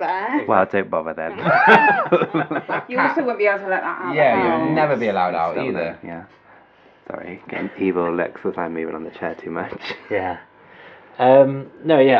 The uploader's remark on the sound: Sorry about the constant hum in the background. There was some work going on outside .